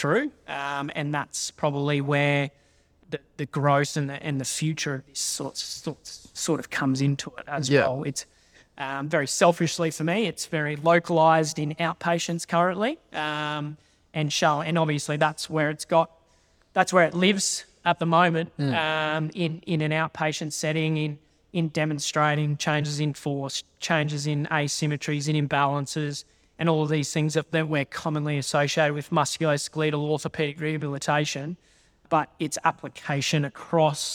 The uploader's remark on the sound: In this episode which was recorded live at VALD’s Alta Clinic in Brisbane with an audience of some forty to fifty THT+ Members and guests.